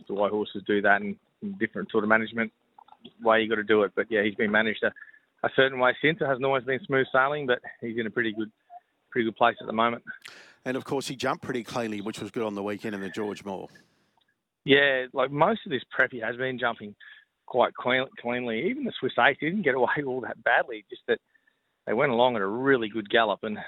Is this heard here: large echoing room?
no